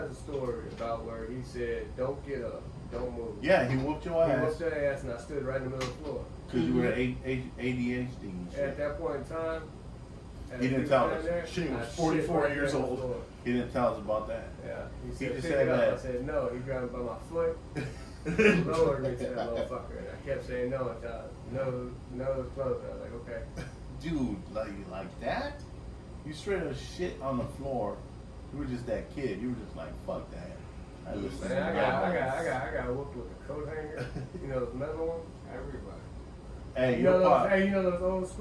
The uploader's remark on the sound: We have some nice new equipment, still learning...audio on this ep is not so good so we do apologize for that.